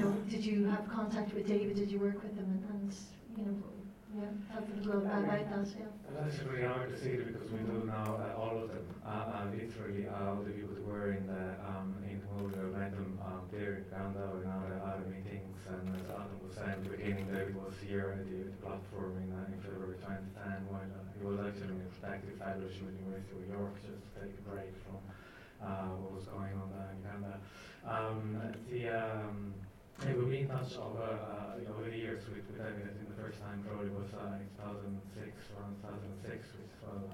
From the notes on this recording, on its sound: Recorded at the Light House Cinema, 3rd July 2012